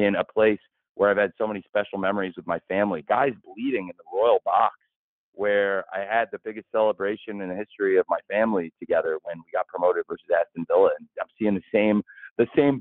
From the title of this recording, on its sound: AEW All Out Media Conference Call